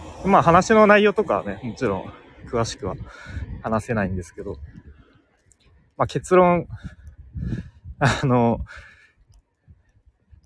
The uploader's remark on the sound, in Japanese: 西野亮廣講演会からの帰り道にノリで収録しました。